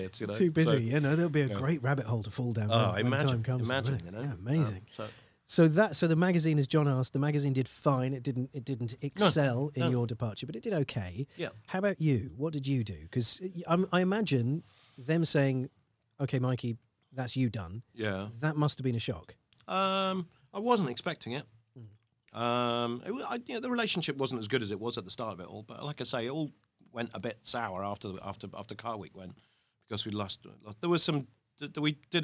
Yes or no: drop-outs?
no